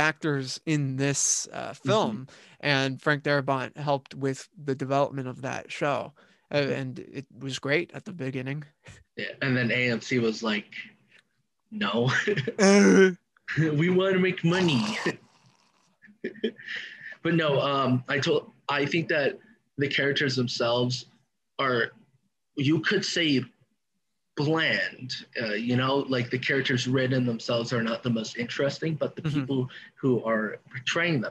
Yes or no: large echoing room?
no